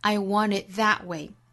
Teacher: I wantit， I want it thatway。那后面的 that 这个词不能做虚词弱读，因为它这里面是做指示性代词来用的，表示那种，不能把它虚词做弱读，读成 a。I want it that way. That 尾部的 t 的音直接略掉